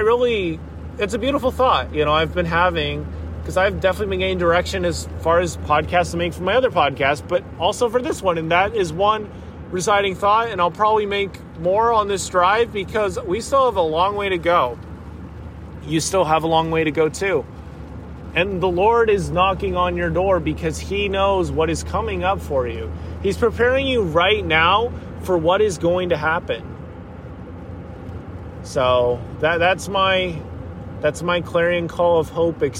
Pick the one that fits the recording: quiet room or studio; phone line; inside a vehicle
inside a vehicle